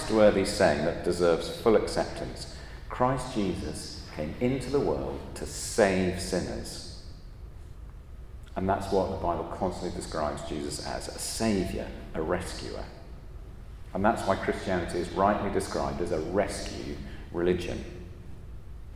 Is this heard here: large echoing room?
yes